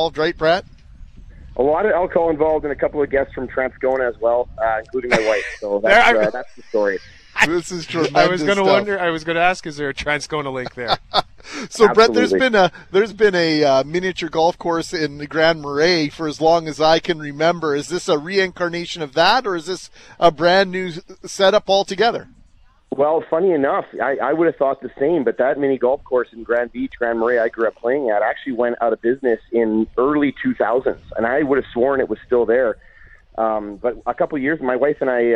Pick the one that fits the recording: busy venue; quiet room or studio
busy venue